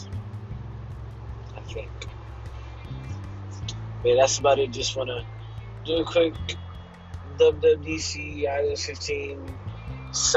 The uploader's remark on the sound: Btw I was in my car.